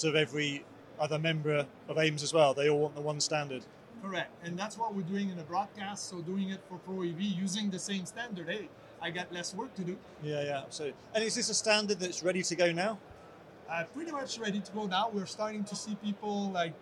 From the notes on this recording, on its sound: At ISE 2023